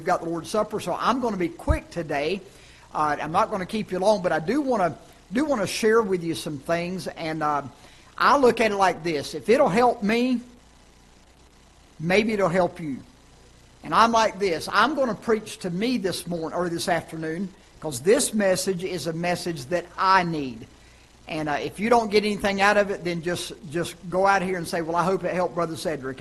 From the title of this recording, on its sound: Ketha Heights Baptist Church ~ Live Broadcast